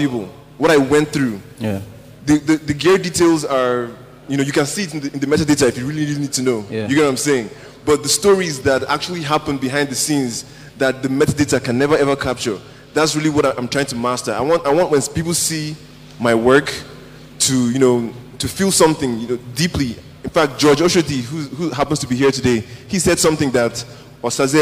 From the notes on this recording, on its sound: The main gist of this episode was recorded during my set at the Abuja International Photography Festival in front of a live audience made up mainly of photographers.